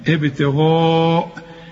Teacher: الغين بقى اعلى درجات التفخيم